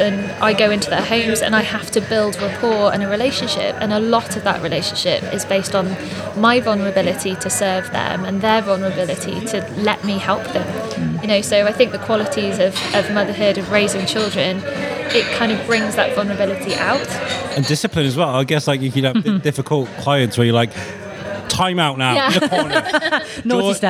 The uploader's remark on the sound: Recorded at Daily Brews in Shrewsbury